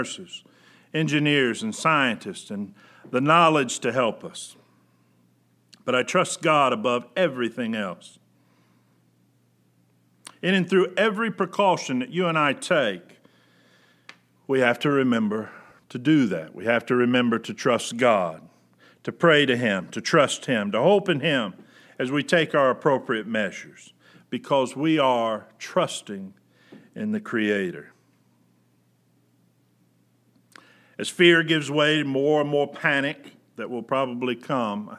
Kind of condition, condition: setting, large echoing room